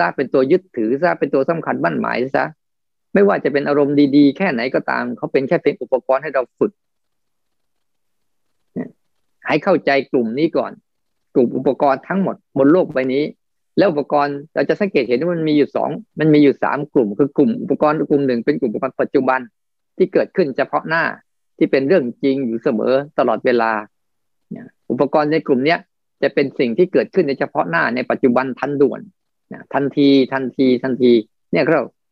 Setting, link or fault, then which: link, video call